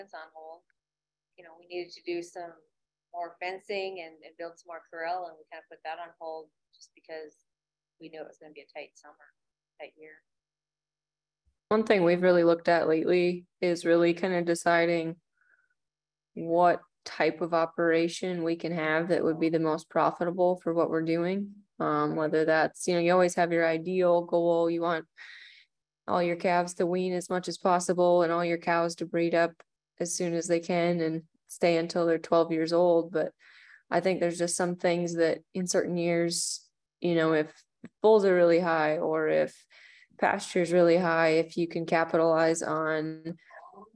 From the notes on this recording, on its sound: Members of the RancherMind community came together from across the country via Zoom.